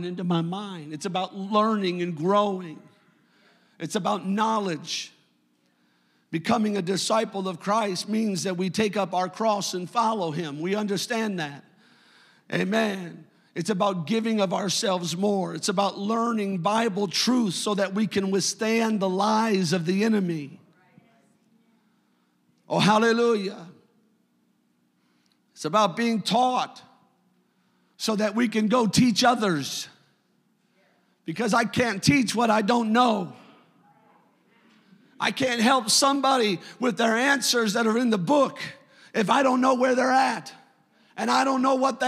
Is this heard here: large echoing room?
yes